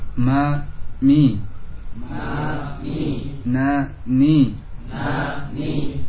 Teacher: Masing-masingnya ada fathah dengan membuka, kemudian kasrah dengan menurunkan rahang bawah sedikit. Satiga i, bukan i, tidak i, cukup turun sedikit. · Term: penyempurnaan harokat